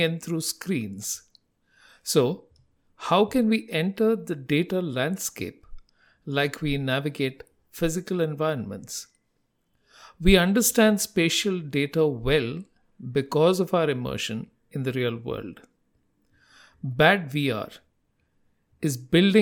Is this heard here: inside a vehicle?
no